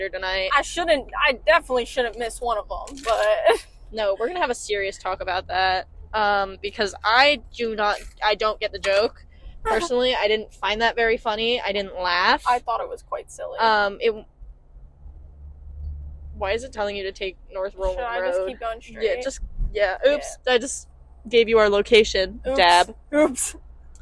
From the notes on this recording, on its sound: sorry about the mics we’re working on sorting them out!